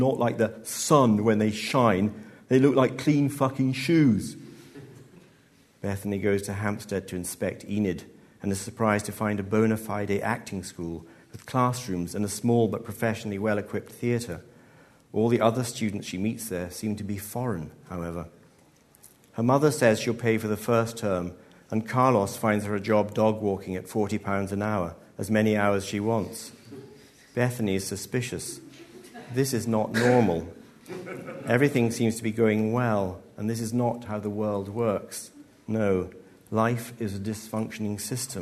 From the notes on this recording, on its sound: Live at BAFTA. This episode was recorded in collaboration with BAFTA 195.